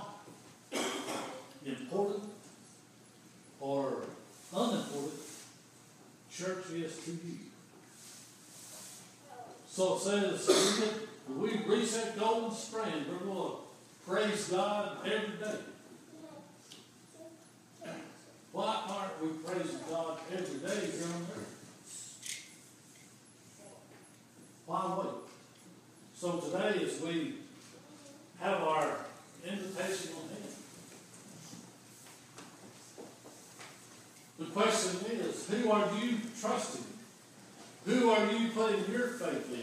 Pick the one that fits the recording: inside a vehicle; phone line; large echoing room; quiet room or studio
large echoing room